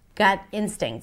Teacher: Gut instincts, stress on instincts.